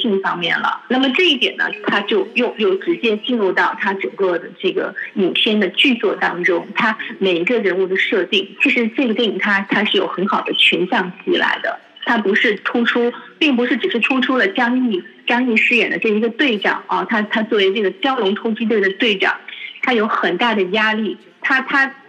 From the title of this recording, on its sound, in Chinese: 中国国际广播电台电话访谈